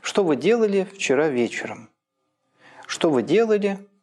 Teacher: На слово «делали» падает большое-пребольшое ударение, потому что там не только словесное, но и синтагматическое. «Что» и «вы» – они худеют в плане ударения, отдавая все то, насколько они похудели, тому, кто располнел в силу синтагматического ударения.